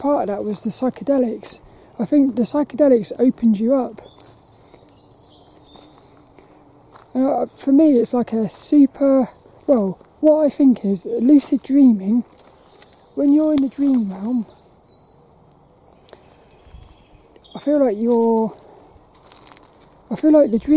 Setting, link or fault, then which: setting, outdoors